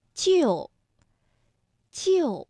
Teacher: 四声的调值是五幺，也就是说，单独读的时候是就就